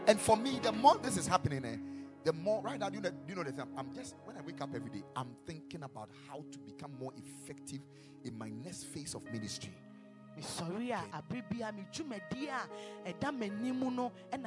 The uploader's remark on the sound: Preached at the Ekklesia Campus.